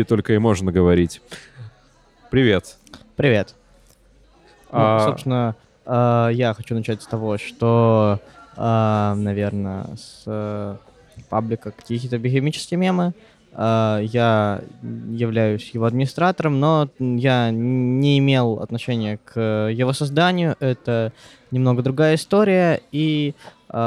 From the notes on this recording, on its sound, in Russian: В этом подкасте, который мы записали прямо в кафе. Подкаст был записан еще в начале лета.